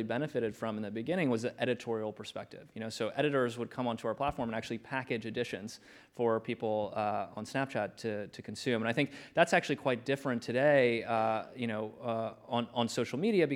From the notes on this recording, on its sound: This episode was recorded at the 2019 Goldman Sachs Research Communcacopia Conference.